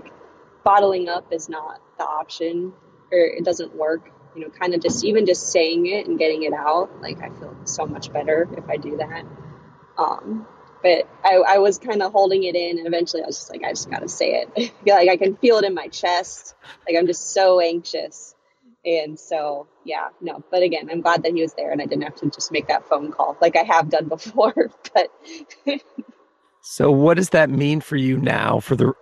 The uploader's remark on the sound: We spoke while she was driving back to Charlottesville from Florida so the audio may get a little choppy at times at spots.